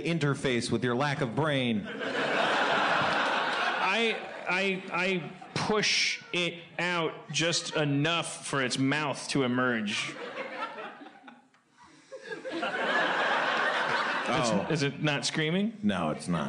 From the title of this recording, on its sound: LIVE From SF Sketchfest 2017